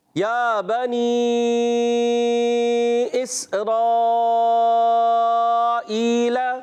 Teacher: یہ مد منفصل نہیں ہوگی اور جب آپ نے ملایا تو جیسے ہی ملایا حرف مدہ کے بعد حمزہ دوسرے کلمے میں آیا مد منفصل ہو جائے گا پھر کھینچیں گے